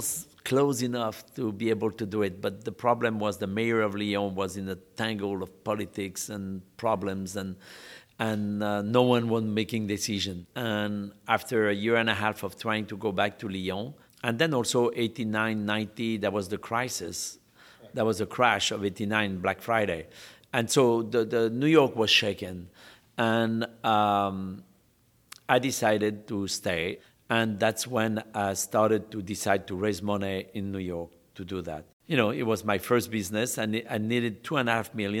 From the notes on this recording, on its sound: on location at his newly launched Brasserie Boulud at the Sofitel Obelisk in Dubai